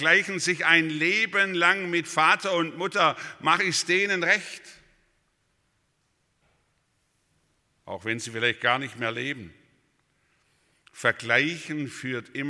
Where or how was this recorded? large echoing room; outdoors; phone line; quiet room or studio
large echoing room